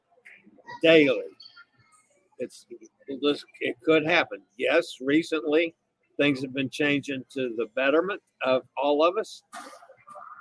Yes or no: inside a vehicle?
yes